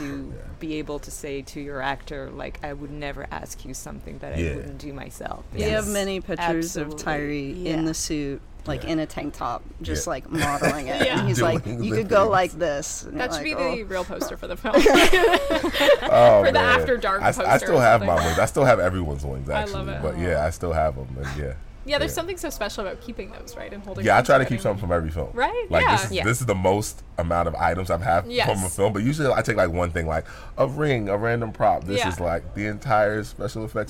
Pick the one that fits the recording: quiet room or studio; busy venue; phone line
busy venue